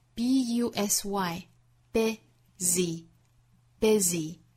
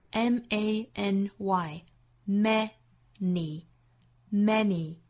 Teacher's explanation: 很多以字母 y 结尾的单词都是发这个紧张的，但是是短音的 e 的发音